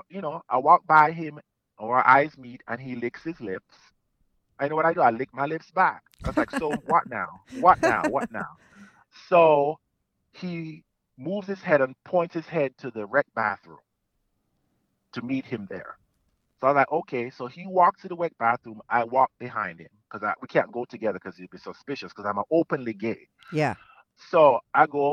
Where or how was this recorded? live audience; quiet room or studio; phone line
phone line